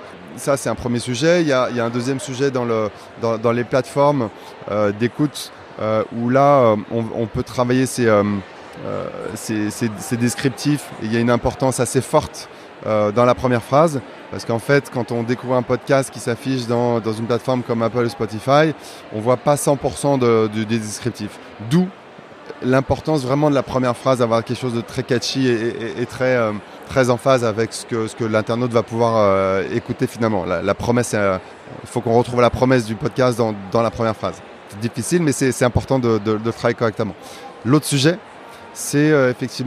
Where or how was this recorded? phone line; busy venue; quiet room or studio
busy venue